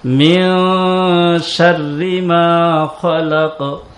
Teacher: শিন এটাও জিহ্বার মধ্যখান তার বরাবর উপরের তালুর সঙ্গে লাগায়া